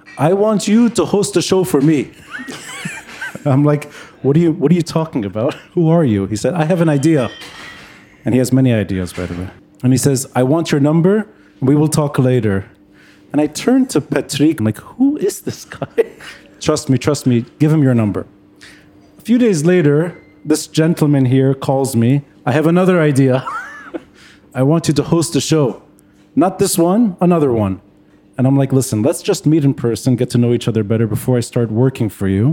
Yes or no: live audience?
yes